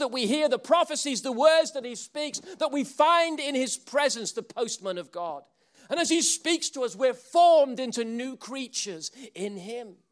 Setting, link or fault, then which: setting, live audience